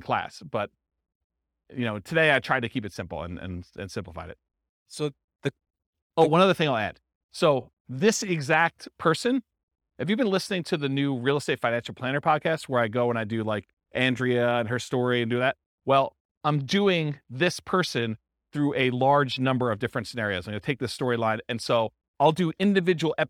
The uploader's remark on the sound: This was a live class recorded